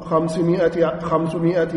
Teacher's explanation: الميم الثانية في 500 مكسورة والألف لا ينطق بها